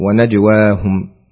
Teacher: والوقوف على الميم ساكنة بدون غنة أو حركة. ونجواهم، تسكين الميم عند الوقف، ونجواهم، لا أقول ونجواهم، ونجواهم.